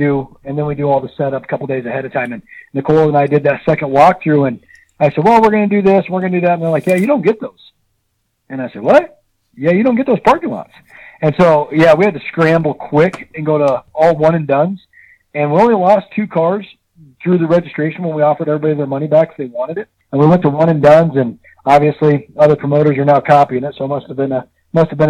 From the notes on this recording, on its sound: gets on the phone with us